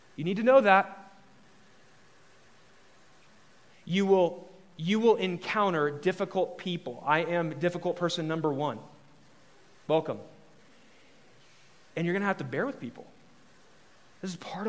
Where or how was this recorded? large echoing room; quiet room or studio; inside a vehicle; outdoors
large echoing room